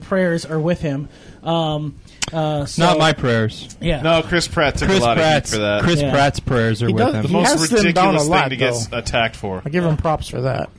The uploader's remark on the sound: All this recorded live at Maui Comics & Collectibles.